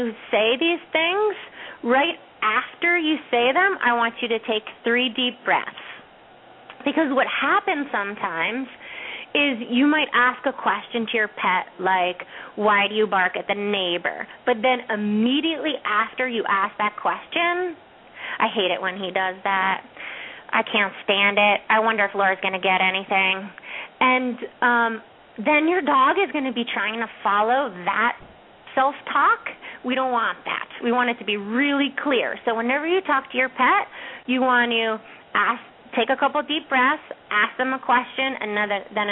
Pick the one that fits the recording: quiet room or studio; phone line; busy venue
phone line